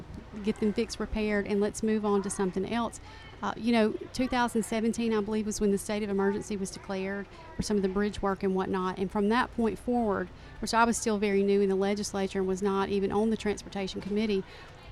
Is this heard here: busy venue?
yes